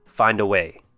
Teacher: Link the D with A to become finda. And then way. · Term: linking words